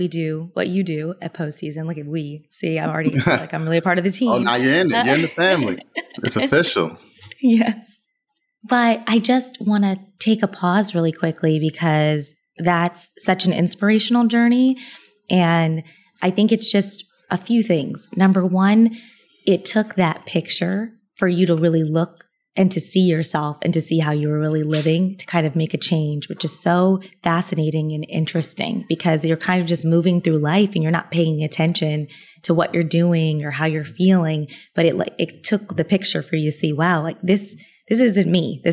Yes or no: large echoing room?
no